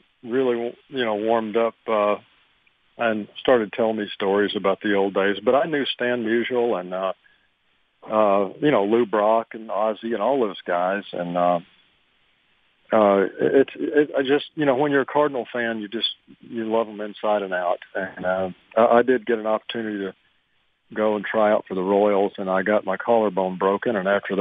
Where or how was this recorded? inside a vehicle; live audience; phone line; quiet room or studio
phone line